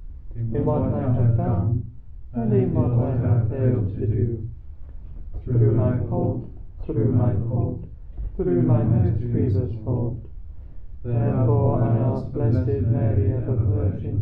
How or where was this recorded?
busy venue